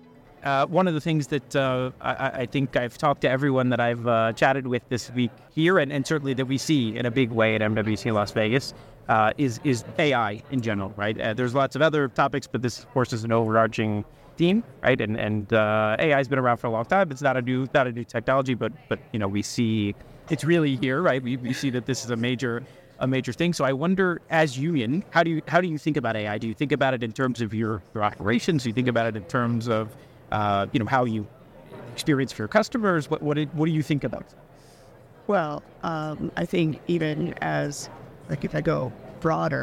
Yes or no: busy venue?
yes